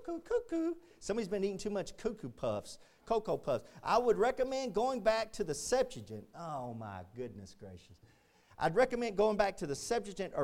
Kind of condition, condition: setting, large echoing room